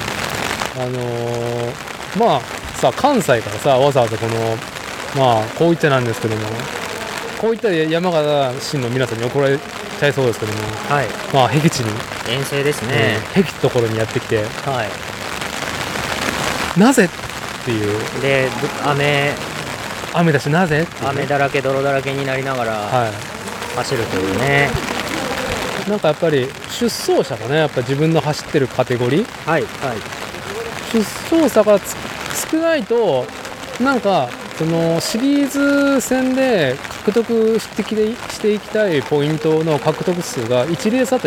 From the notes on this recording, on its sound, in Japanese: 屋外収録「東海シクロクロス開幕戦 おおが城山公園 ※ME1ノーカット無修正版」。